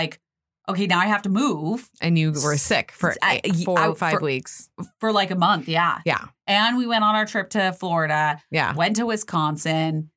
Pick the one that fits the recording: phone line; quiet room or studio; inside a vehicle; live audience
quiet room or studio